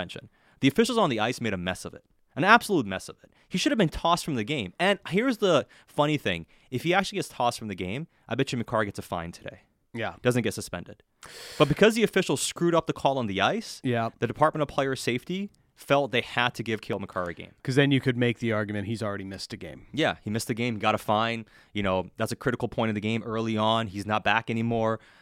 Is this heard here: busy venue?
no